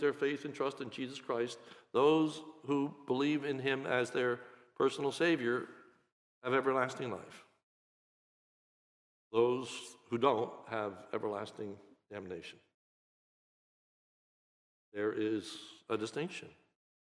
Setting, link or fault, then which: setting, large echoing room